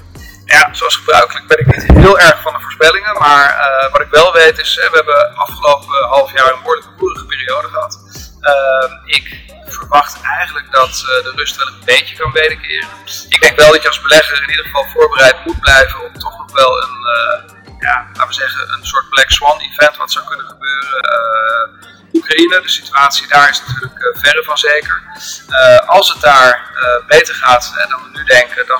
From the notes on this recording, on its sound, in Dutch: Excuus voor het geluid, microfoon werkte niet mee.